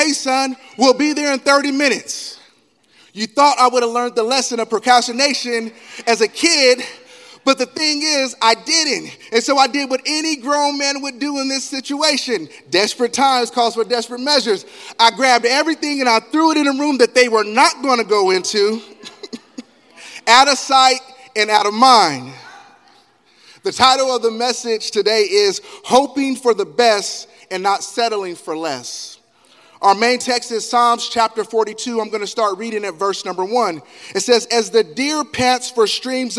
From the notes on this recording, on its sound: Elk Grove. Live Recording: 2/25/2024 - 10:30am Service.